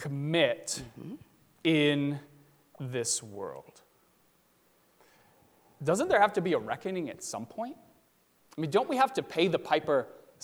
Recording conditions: large echoing room